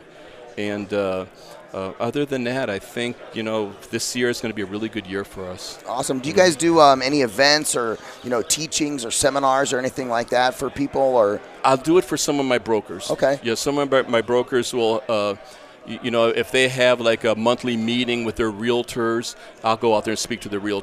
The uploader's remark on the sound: VoiceAmerica Live Broadcast From Scottsdale Arizona! A one day event for real estate professionals with Live Interviews on Site.